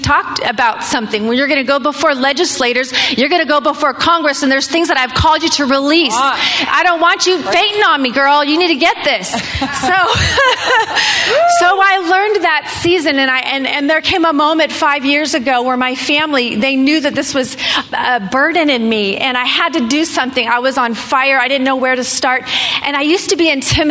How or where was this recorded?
busy venue